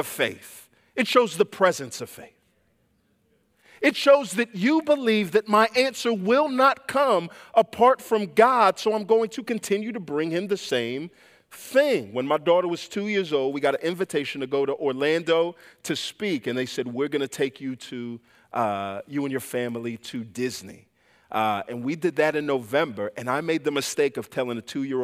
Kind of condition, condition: setting, large echoing room